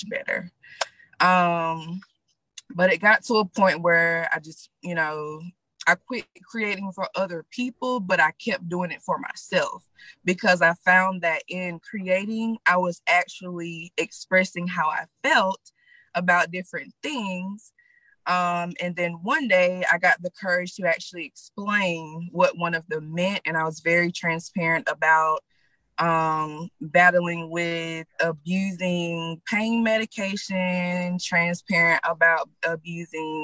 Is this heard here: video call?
yes